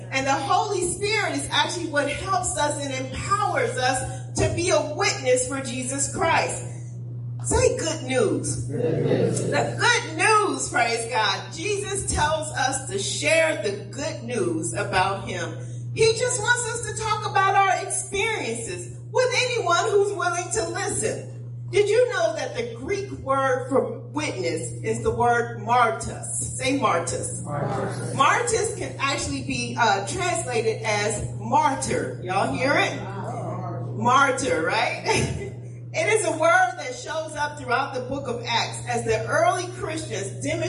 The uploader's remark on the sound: Praise and Worship Service - Audio